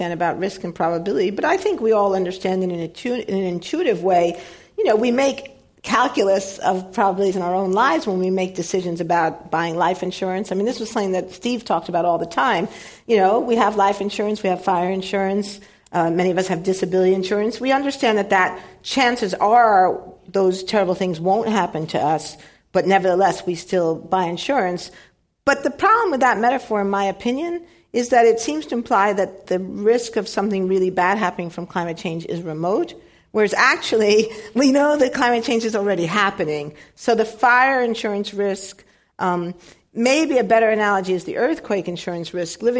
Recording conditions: live audience